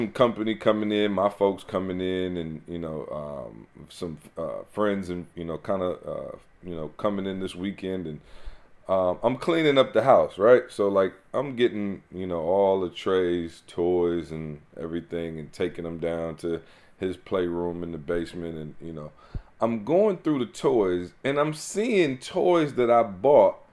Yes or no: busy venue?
no